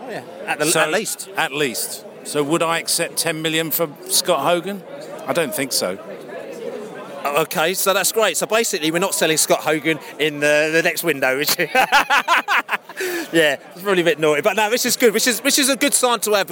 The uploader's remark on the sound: Post-Match podcast from the pub